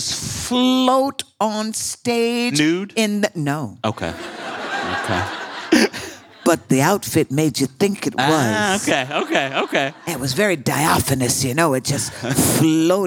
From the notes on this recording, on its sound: In a live conversation from this year’s Vulture Festival